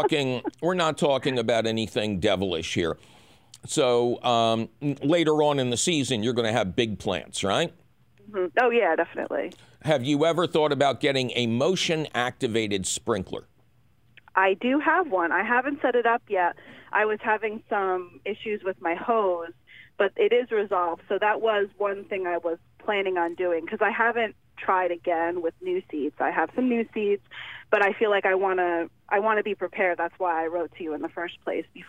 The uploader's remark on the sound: Of course, we take your fabulous phone calls.